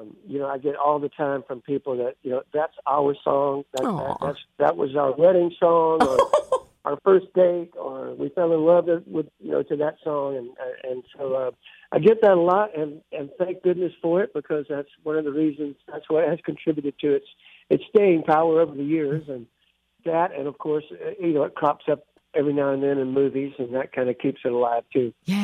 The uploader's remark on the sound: on the phone